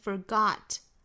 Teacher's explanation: mindShould old acquaintance be forgot and auld lang syne?好，下面我们再来看美音的语音讲解。那我们下面就来讲英音和美音有差别的地方哈。我们来看最后一个词就是 forgot,美音呢会发成 forgot, 第一个音节会加上这个这个卷舌音 fur,后面这个元音呢更松，开口更大